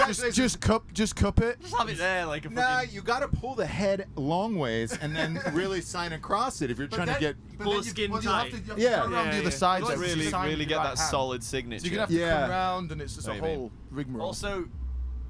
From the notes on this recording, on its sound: Live from the back of a tour bus at "Welcome To Rockville" in Jacksonville, Florida. WARNING: we were all heavily drinking.